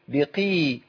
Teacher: القاف المكسوره عندي في ادنى مراتب التفخيم